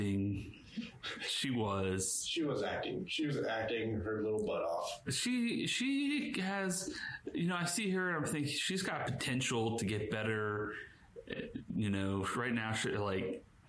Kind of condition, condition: fault, poor microphone